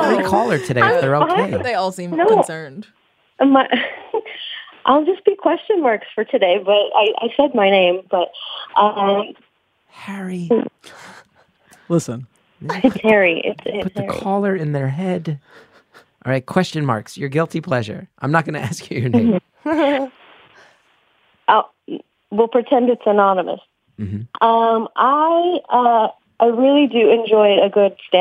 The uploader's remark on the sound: take listener calls